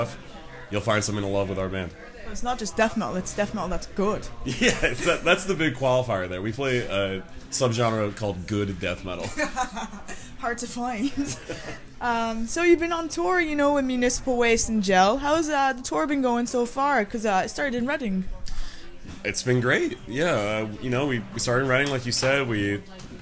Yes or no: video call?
no